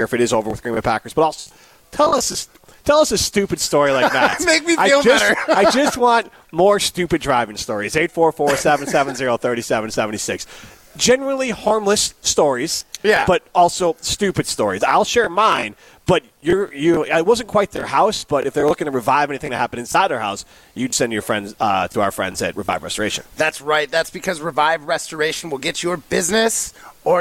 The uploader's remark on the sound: broadcast live from Chalmers Jewelers in Middleton